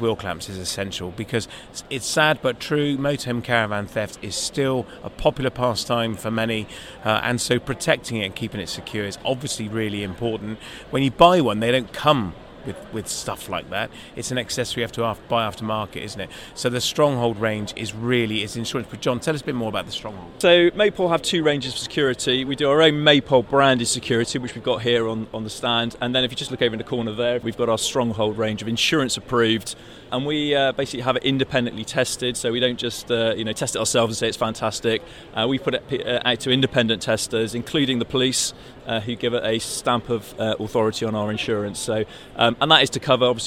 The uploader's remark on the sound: The Motorhome and Caravan Show 2022. We were then joined on our own stand by audio-visual market leader AVTEX. Don't forget to come and meet the team on stand 9.32B - and look out for us walking around the show recording content live!